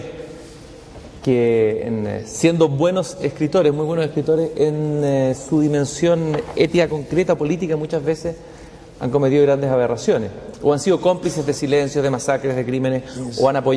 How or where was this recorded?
busy venue